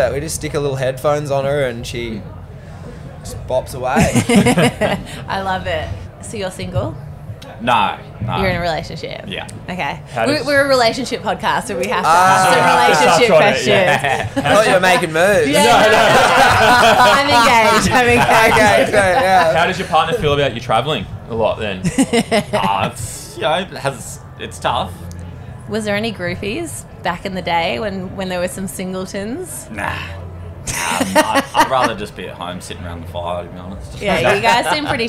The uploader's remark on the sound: This week's Hotline is coming to you live from Splendour In The Grass!